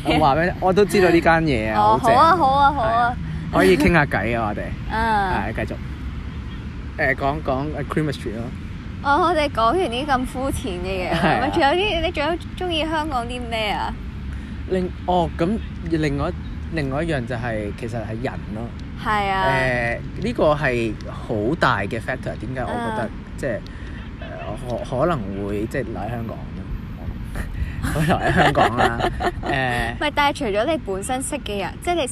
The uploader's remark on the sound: 喺某公園草地上討論香港嘅優點. Apologies for the background noise again maybe someday we will record in a cosy quiet place.